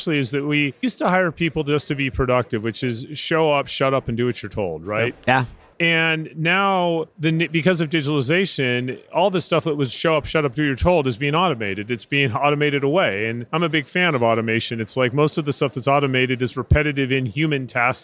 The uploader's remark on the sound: Live from UNLEASH America in Las Vegas